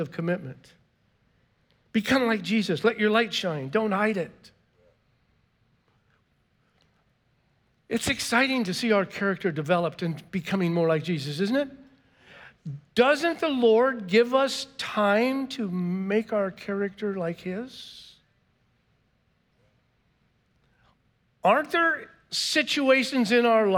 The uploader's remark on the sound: was preached on March 13th at the 10AM service